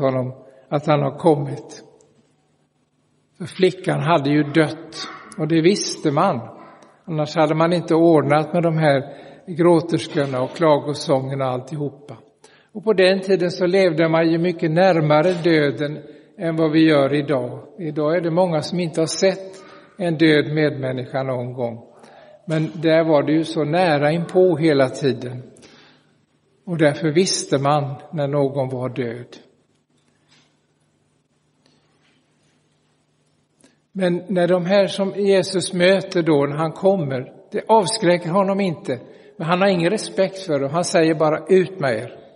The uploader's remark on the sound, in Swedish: Inspelad i Roseniuskyrkan den 24 september 2023.